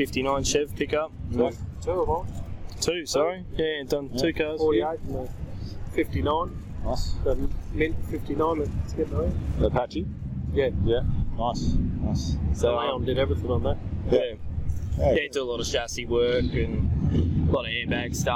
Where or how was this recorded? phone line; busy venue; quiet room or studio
busy venue